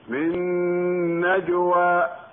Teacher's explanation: ولا بد من الغنة بمقدار حركتين في النون، لأن المدغم فيه نون، والجيم الساكنة حرف قلقلة · Term: إدغاما بغنة